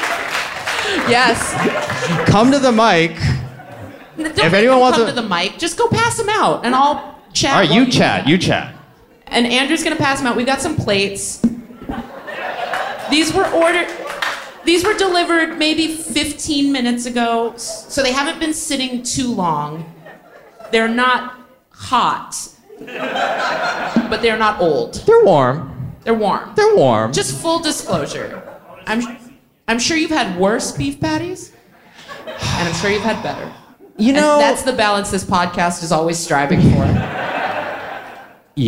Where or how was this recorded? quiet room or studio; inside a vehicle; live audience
live audience